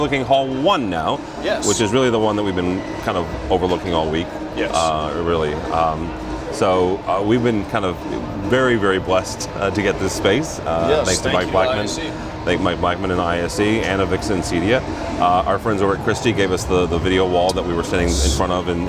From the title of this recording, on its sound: Live From ISE 2020